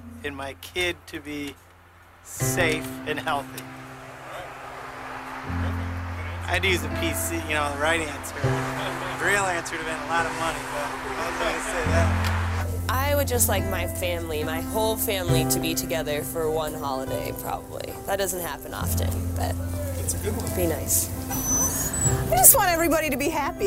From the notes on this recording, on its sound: Well this was the same question asked to people walking along the streets of Chicago.